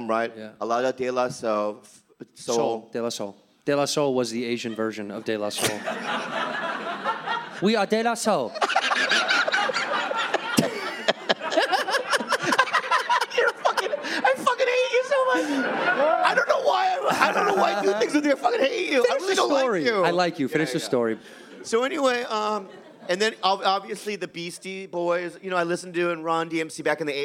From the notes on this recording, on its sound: Live from Montreal Just For Laughs.